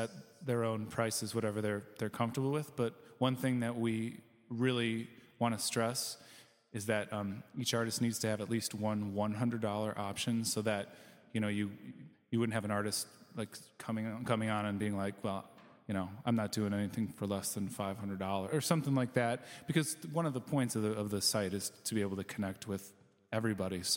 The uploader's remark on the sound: Recorded live at City Winery in Chicago, Dynasty Podcasts teams up with the Downwrite podcast for a live panel discussion.